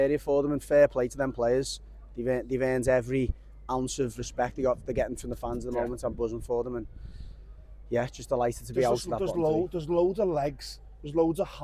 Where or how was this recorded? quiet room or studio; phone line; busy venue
busy venue